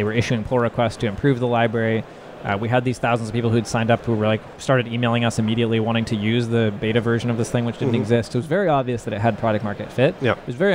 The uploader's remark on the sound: live at Slush 2019